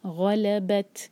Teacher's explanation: تا ساکن پر ہمس سیکھی تھی ہم نے تو یہاں ہمس ہوگی